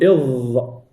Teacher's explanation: الآن مع الثنايا العليا، قل إظ، رأس اللسان طرف اللسان مع الثنايا العليا